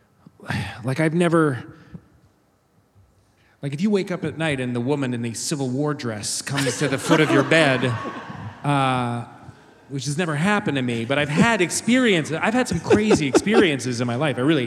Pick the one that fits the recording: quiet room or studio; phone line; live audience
live audience